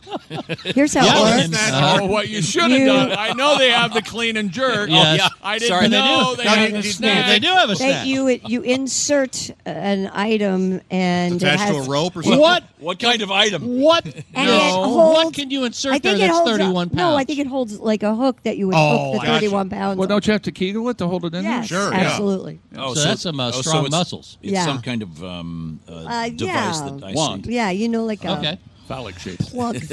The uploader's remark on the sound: we are live from the Indianapolis Motor Speedway